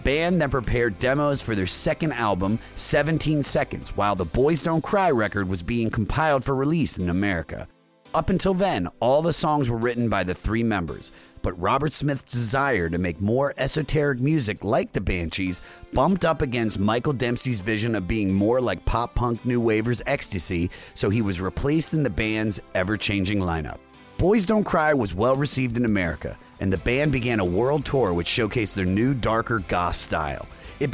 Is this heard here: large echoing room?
no